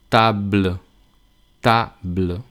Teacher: que se note que haya dos sílabas, pero la segunda sílaba termine en una especie de E